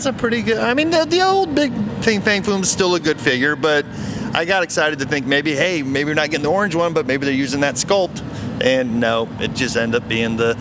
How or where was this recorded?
busy venue